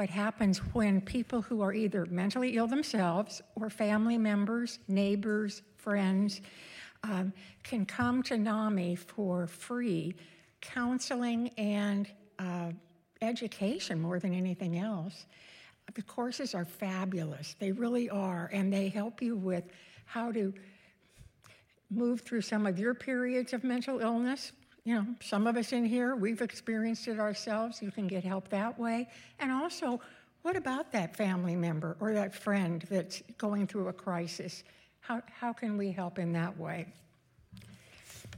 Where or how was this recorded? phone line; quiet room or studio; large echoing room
large echoing room